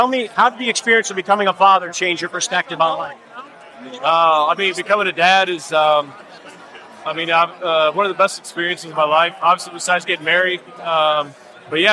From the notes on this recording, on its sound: Super Bowl 57 Media Day. First Class Fatherhood was live from the Footprint Arena in Phoenix, Arizona.